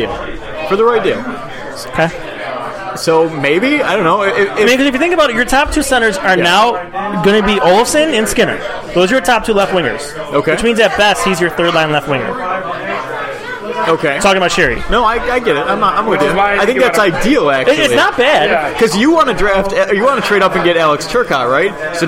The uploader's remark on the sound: live from Iron Buffalo